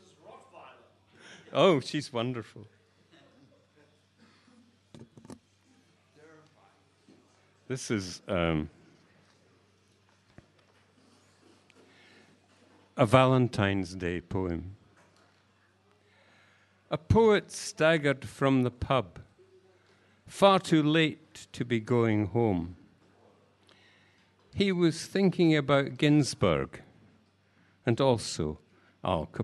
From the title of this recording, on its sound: live at Cherry Poets